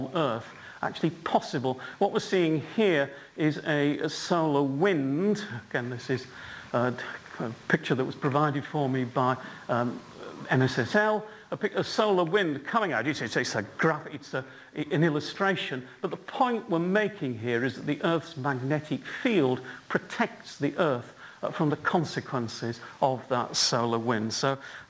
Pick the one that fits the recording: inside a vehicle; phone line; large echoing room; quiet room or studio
large echoing room